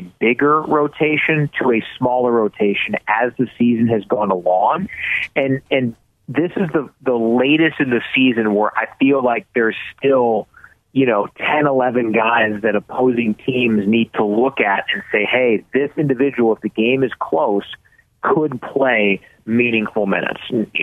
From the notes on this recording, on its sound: so we took your calls throughout the show